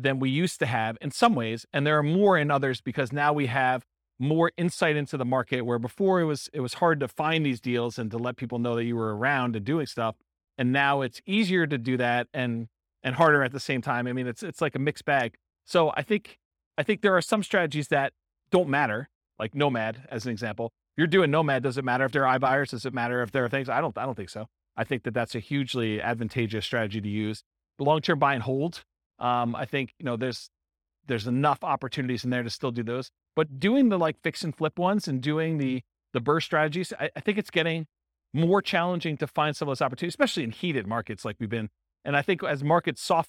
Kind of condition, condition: setting, live audience